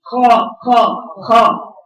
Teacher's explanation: وانا بقراها من ادنى الحلق لحته دي ده اقصى الحلق ده اوسط الحلق ده ادنى الحلق